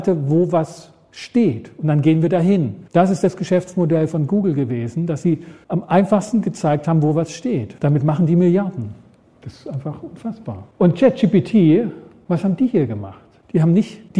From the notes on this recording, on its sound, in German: Vortrag auf dem gws-forum 2024.